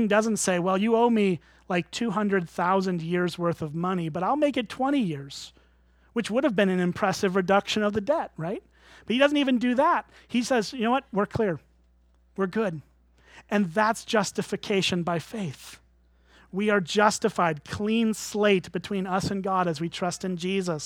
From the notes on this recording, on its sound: At Springbrook Church in Antigo, WI.